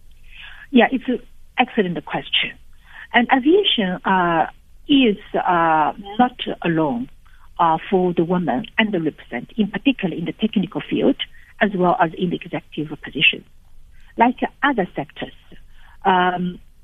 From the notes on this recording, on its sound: Guest (phone)